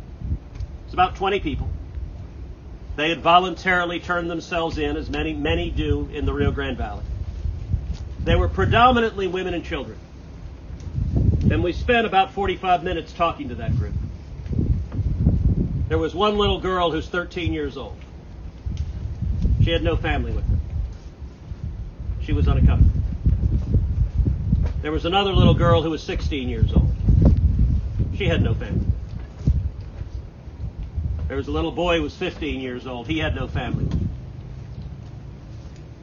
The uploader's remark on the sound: MISSION, Texas - Four Republican senators held a press conference at Anzalduas Park in Mission last week. With the Rio Grande and Mexico as a backdrop.